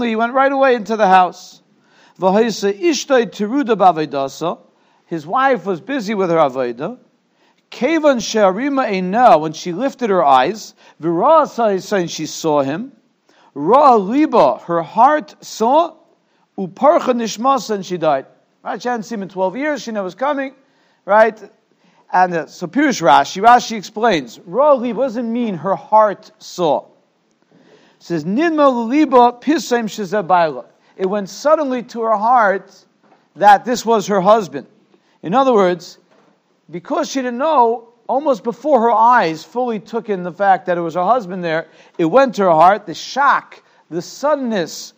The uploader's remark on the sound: Shiur recorded in Yeshivas Ohr Reuven, Monsey, NY.